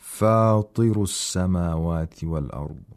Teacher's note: The ta in the word فاطر has to be read with the lowest level of تفخيم. The تفخيم is still there.